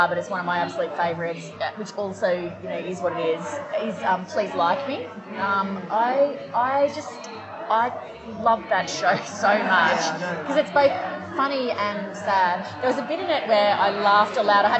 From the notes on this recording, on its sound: Warning: bad audio quality!